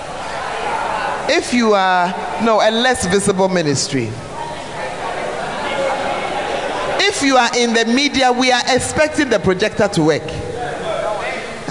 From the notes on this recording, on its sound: Preached At The 12 Foundations Of The Bacenta Camp